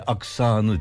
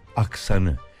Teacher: Fransızca kökenli. O nedenle de uzayan ünlü yok. · Shown in: second take · Aslında ek almadığında sorun olmuyor.